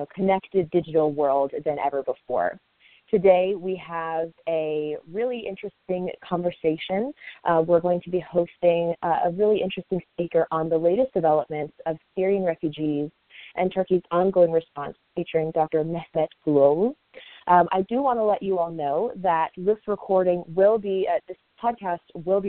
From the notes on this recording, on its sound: The Turkish Heritage Organization hosted a teleconference.